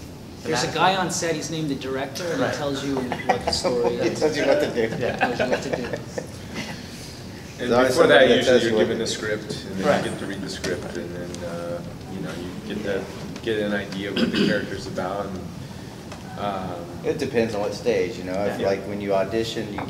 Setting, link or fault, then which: setting, live audience